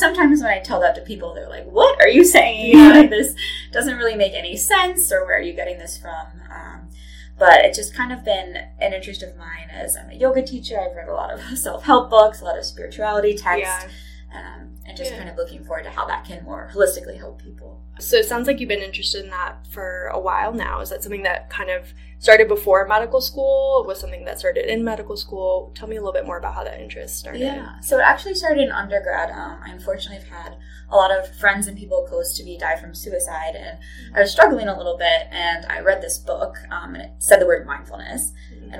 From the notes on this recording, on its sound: The audio unfortunately is not the best.